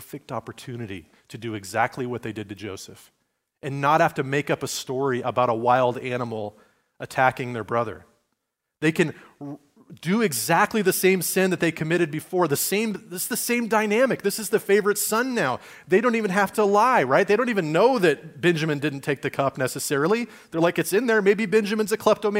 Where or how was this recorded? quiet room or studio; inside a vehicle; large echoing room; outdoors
large echoing room